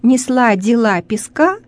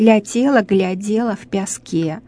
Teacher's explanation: Ну, например, в какой-то местности говорят «несла дела песка», а в каких-то говорят «лятела, глядела в пяске». Ну, это так называемое диссимилитивное яканье · Shown in: second take